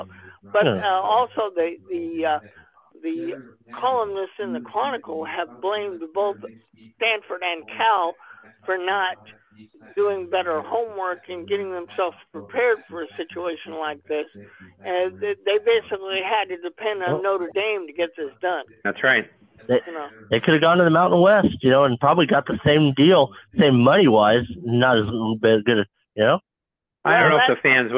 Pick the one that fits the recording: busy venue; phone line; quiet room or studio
phone line